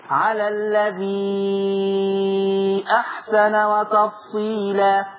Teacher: المد في ورشة هيبقى ستة يعني المتصل والمنفصل على مهل خالص